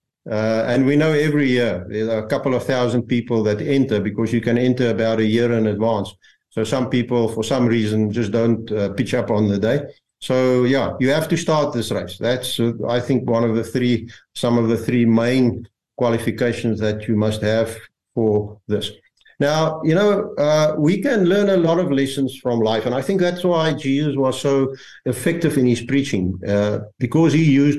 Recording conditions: video call